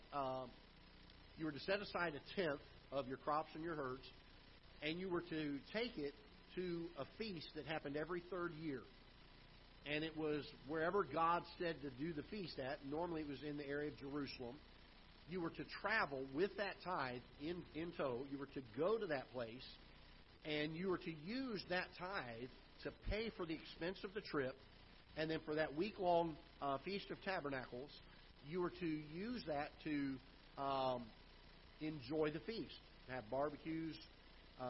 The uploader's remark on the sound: Ketha Heights Baptist Church ~ Live Broadcast